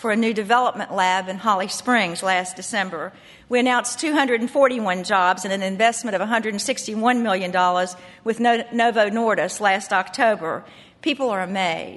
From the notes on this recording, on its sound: Conference Audio